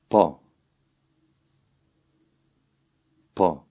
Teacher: the Albanian P is also less explosive than its English counterpart